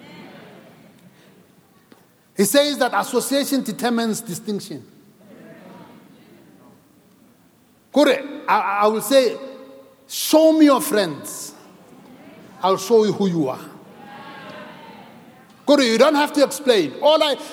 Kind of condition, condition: setting, large echoing room